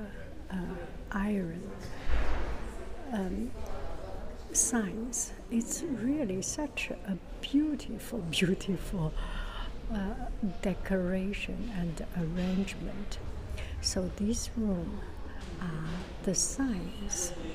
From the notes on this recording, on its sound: Original sound tourist Paris musee carnavalet